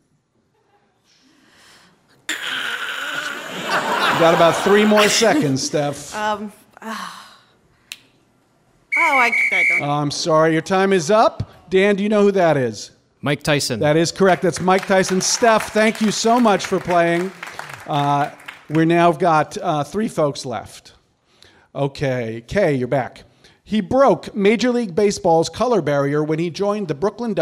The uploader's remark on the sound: Live from The Bell House